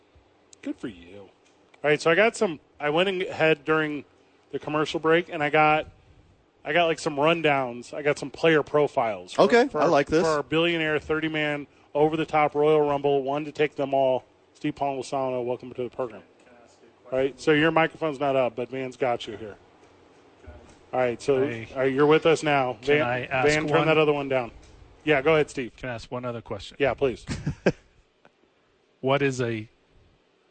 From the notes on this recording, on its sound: live from The Albuquerque Duke Store